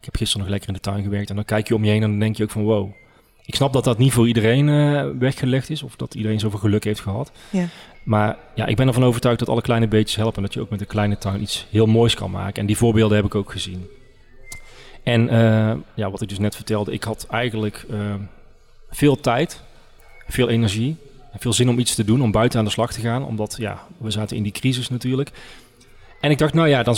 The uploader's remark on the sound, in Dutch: Opname: 3 november 2022, tijdens de nationale Klimaatweek in de Stadskas, in de LocHal in Tilburg.